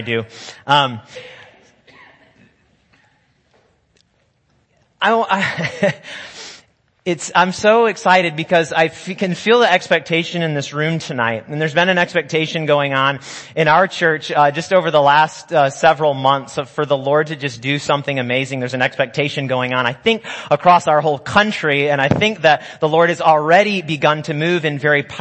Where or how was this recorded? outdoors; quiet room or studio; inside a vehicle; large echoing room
large echoing room